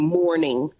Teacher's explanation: That post-vocalic R in a word like morning, … doesn't sing it. So the post-vocalic R would be the thing that a lot of North Americans do, where they include every R that's present in the spelling